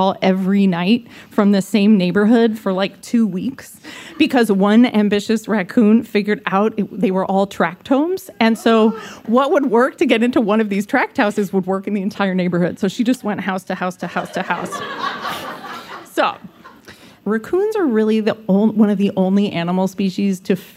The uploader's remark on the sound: It’s a live game show. It was recorded as a live show back in May 2019 at the Greene Space in New York City.